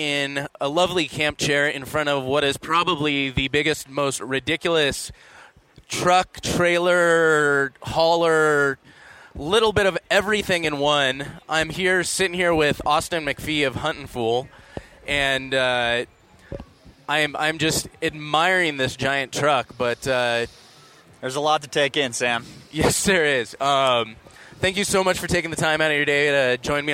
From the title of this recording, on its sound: at the International Sportsman's Expo